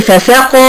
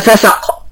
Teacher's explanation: لو انا ما عملتش المد الطبيعي بتاع فساق هيبقى فسق · Shown in: first take · يبقى عالج الخفاء بتاع حروف المد.